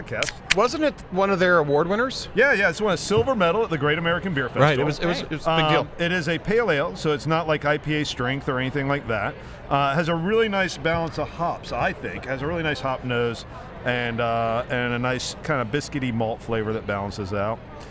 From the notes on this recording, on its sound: interviews recorded during an outdoor cocktail reception at the Social Entrepreneurship conference hosted by the USC's Marshall School of Business